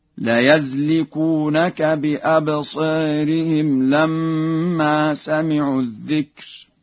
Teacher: قرأ ورش بفتح الياء في لفظ يزلقونك